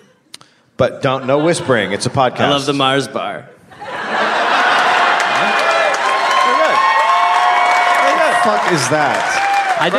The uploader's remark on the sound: Live in Australia. Live from Adelaide, Australia.